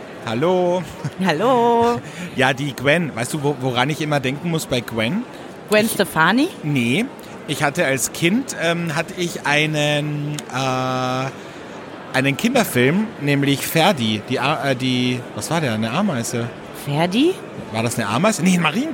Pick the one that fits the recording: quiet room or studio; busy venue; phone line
busy venue